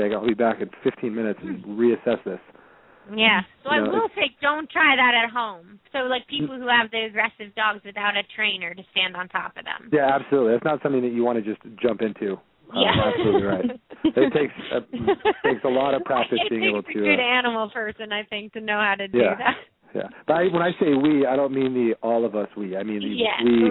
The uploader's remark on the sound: open up the lines for listeners to call